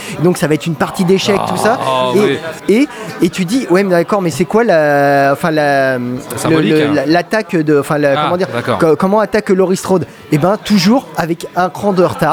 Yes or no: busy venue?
yes